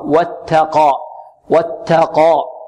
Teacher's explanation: واتقى، البعض يقول واتقى وات، خطأ، واتقى واتقى، والتاء مرقة والقاف مفخمة